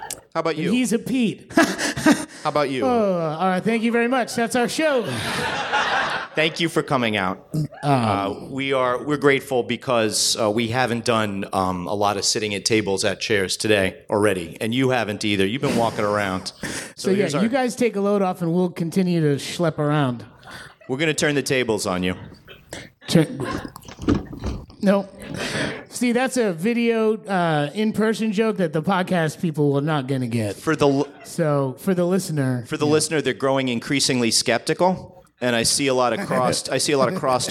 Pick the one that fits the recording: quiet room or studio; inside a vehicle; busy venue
busy venue